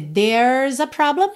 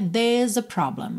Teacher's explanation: Aqui poderia ser there's a problem, enrolando R · Shown in: first take · mas no caso da pronúncia britânica, there's a problem, ok?